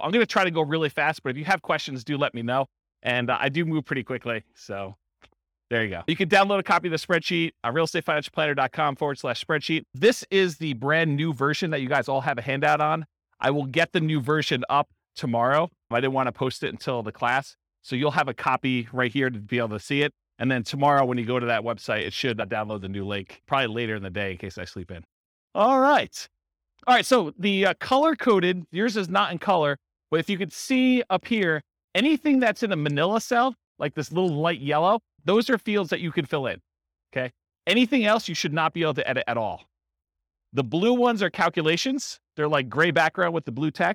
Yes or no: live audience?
yes